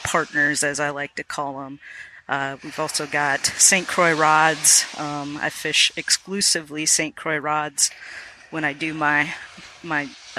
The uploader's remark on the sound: As I was sitting on the beach.